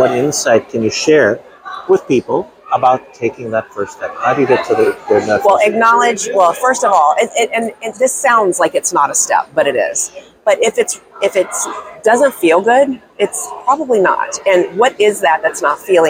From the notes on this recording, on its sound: live at ADA Smilecon 2022